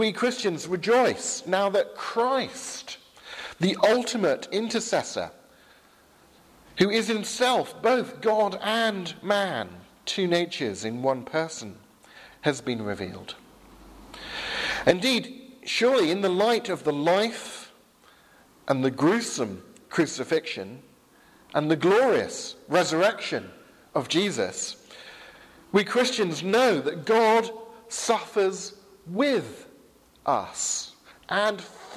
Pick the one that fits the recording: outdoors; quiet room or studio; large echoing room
large echoing room